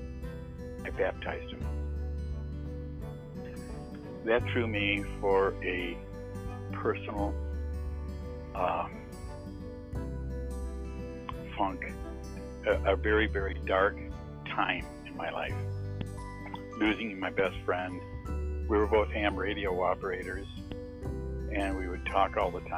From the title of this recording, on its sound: testimonial on the phone